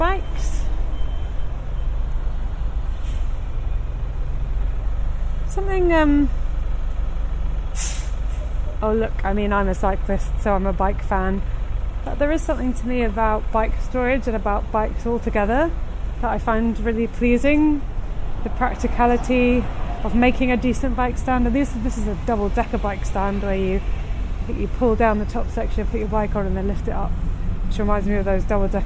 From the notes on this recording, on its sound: This podcast is recorded in 3D sound! Join her out and about as she captures those small, magical moments of everyday life, in sound. Thanks to 3D recordings, you’ll hear everything she does as if you were right there with her.